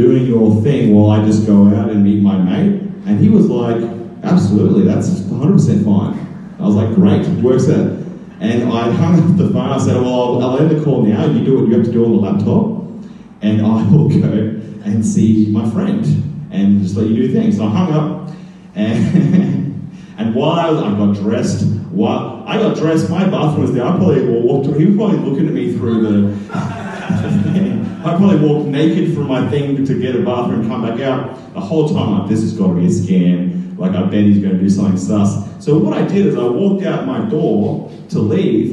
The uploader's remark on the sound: Recorded live at BackDock Arts in Brisbane, Australia's Fortitude Valley. The Story Chunder is a live event where storytellers share unbelievably true stories from their lives.